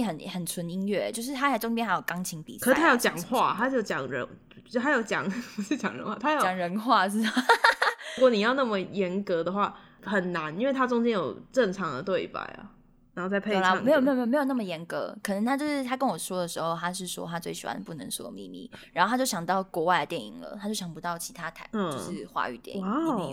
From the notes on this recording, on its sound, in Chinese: 直播節目會有一些現場音或不可抗力干擾。這集是之前錄的，有些聲音銜接還是挺明顯的。目前是在Wave語音直播平台播出。